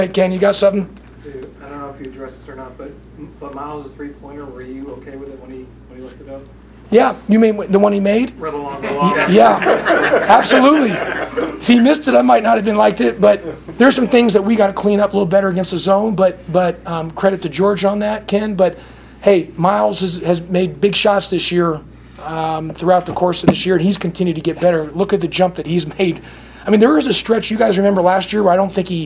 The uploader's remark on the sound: postgame press conference (UGA)